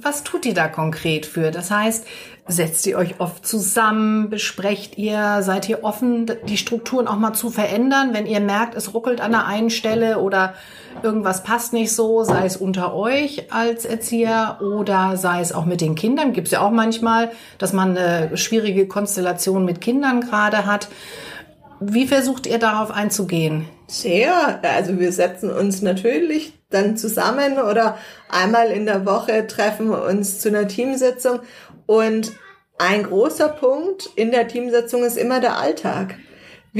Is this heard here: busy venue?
no